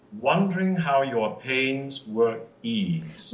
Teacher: a little glottal is okay there if you want to sort of stress or come to rest on the word eased